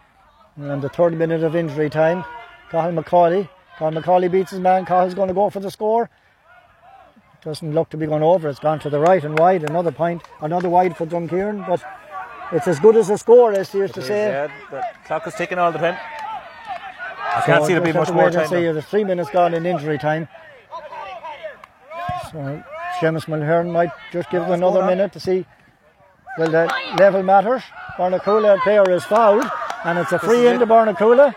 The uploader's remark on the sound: Full Live Audio Commentary from Dromod.